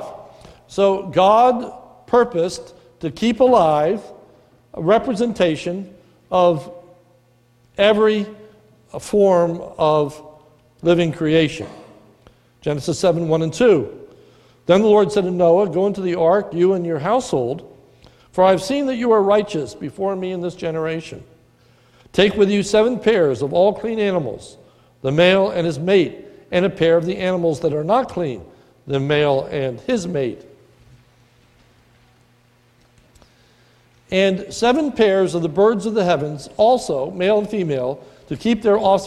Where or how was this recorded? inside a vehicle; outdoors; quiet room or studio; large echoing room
large echoing room